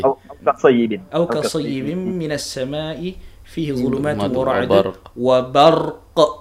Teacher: qaf tu memang dah ada qalqalah. So you memang nak kena lebihkan bunyi dia.